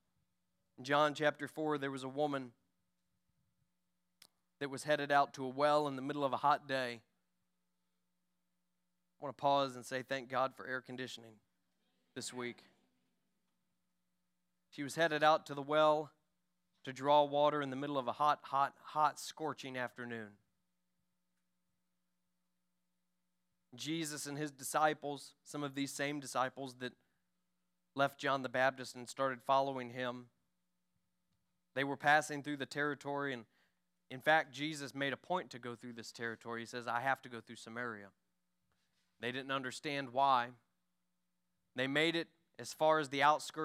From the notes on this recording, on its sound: During our Sunday morning gathering on July 2, 2023. We are an Apostolic, Pentecostal church located in Poplar Bluff, Missouri.